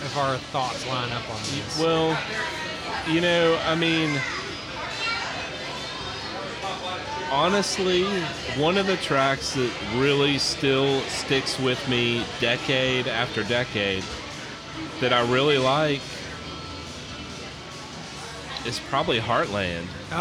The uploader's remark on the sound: Another fantastic live show from White Squirrel Brewery in Bowling Green, KY!